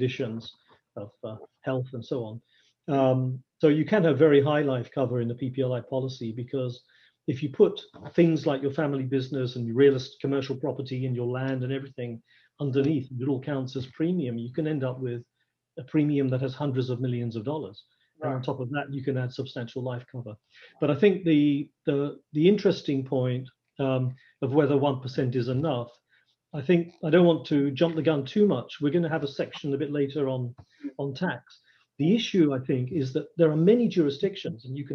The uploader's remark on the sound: Webinar audio recording dated 8 Dec 2020.